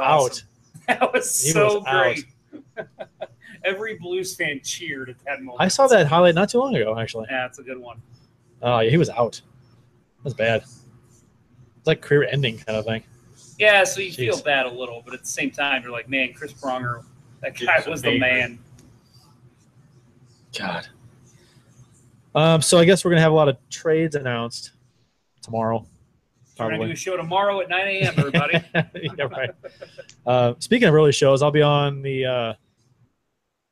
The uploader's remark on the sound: LIVE at the Bluenote Sports Bar & Grill! Live at the Bluenote Sports Bar & Grille in Maryland Heights, MO for the NHL Awards Ceremony and expansion draft.